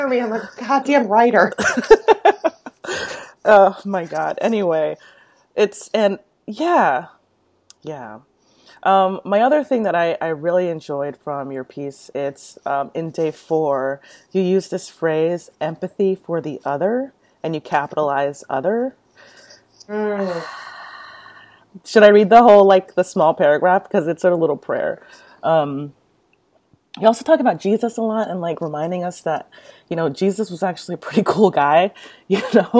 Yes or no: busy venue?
no